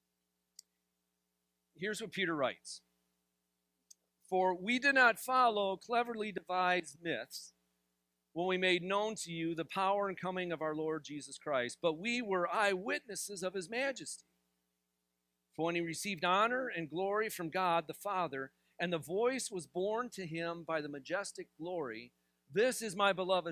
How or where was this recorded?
large echoing room